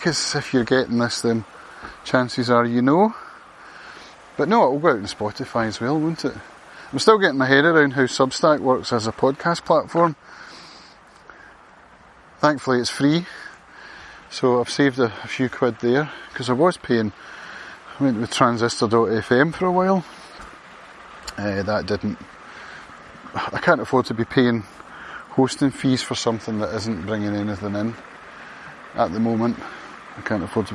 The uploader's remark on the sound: A walk and talk. Around the Field of Dreams in Lamlash.